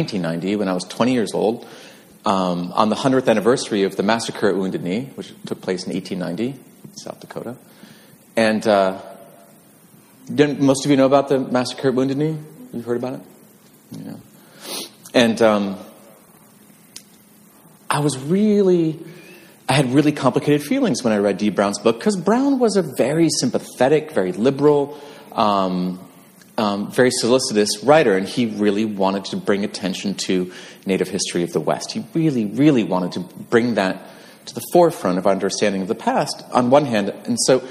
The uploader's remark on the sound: This conversation was originally recorded live at the American Writers Museum.